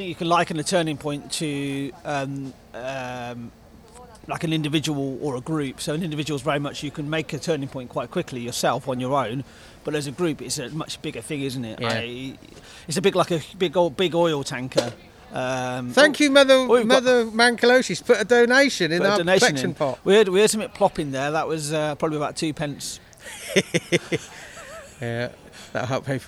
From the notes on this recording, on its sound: In another out and about recording at the East Oxford Farmers' and Community Market, with a small audience watching